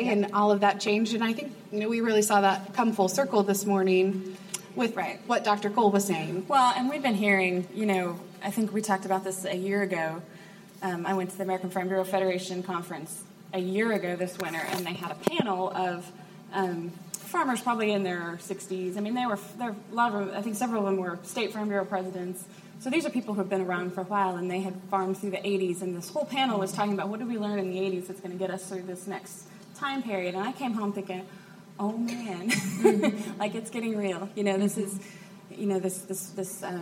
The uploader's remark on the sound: Live at Women in Ag!